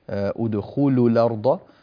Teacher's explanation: نرقق اللام من ادخلوا واللام من الأرض